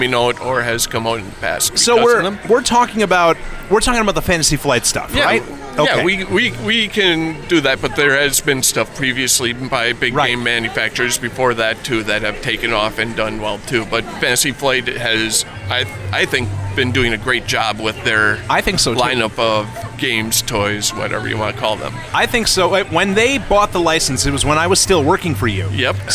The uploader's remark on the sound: Live from LincCon 2018. The guys returned to Merrill, WI for the annual LincCon event, and this time they brought the microphones!